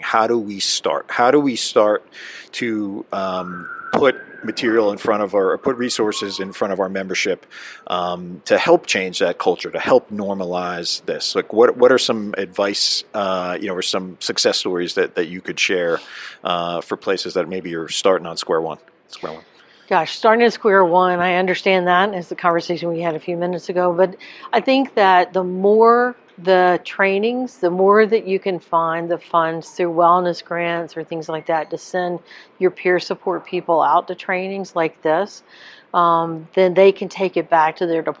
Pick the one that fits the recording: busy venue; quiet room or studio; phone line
busy venue